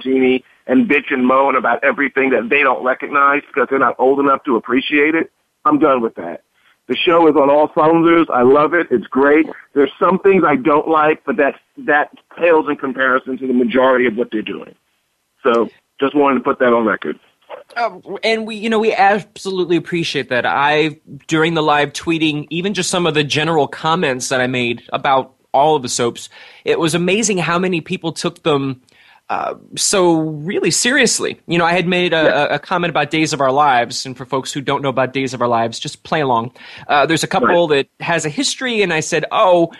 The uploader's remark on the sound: An hour of fan calls. On the Voice America Talk Radio Network.